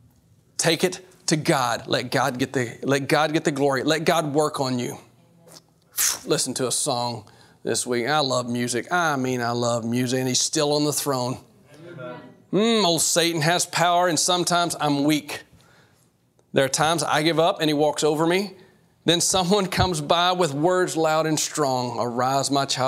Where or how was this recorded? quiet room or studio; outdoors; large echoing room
large echoing room